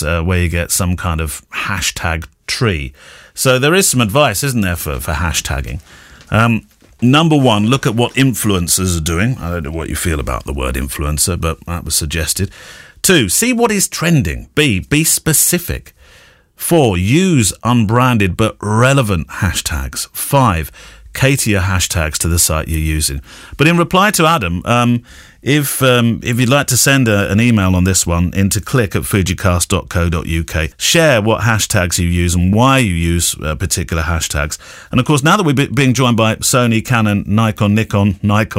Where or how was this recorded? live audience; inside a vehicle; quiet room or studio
quiet room or studio